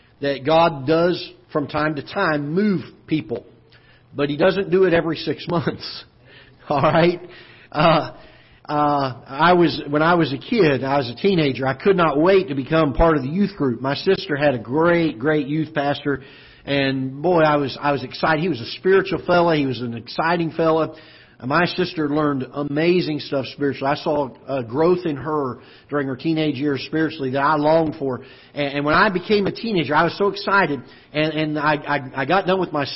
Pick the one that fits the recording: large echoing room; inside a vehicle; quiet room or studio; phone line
large echoing room